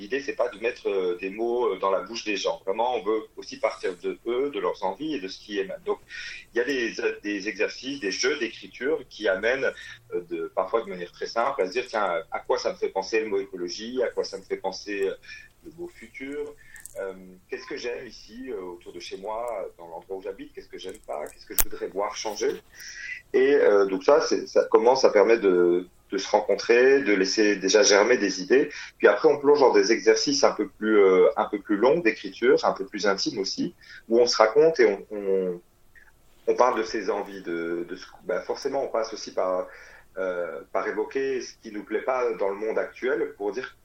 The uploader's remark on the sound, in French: Interview téléphonique